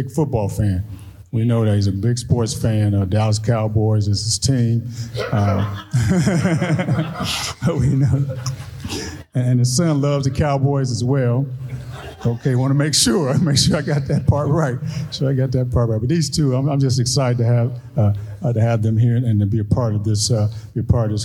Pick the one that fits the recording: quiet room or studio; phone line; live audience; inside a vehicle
live audience